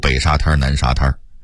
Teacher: 在北京话里头，真正的滩字是必须加儿化韵的